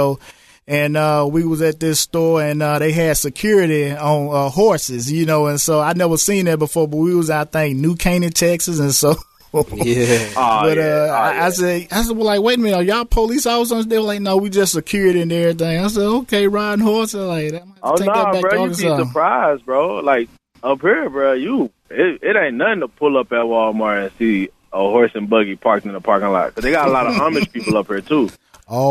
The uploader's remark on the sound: Phone interview.